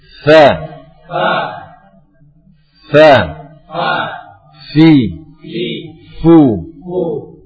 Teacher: Makhrajnya adalah bagian dalam bibir bawah dengan ujung gigi seri atas. · Term: huruf fa